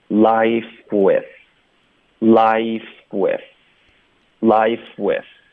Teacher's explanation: life 的 f 音跟 with 要连读